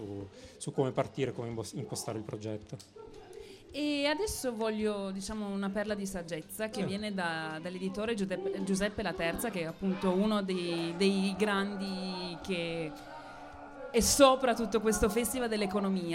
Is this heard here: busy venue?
yes